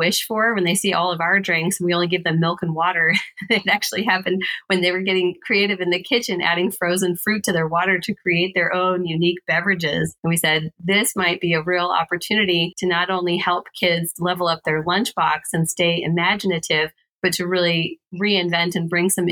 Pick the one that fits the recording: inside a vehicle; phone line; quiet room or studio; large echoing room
quiet room or studio